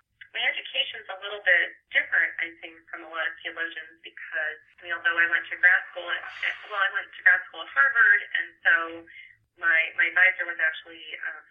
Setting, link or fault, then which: link, phone line